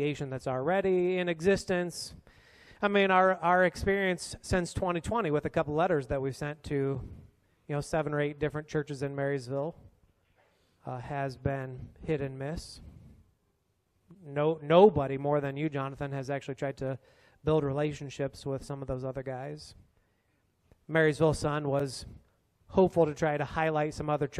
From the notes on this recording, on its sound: A Q&A forum for us with a live audience after an all church potluck at Trinity Evangel Church.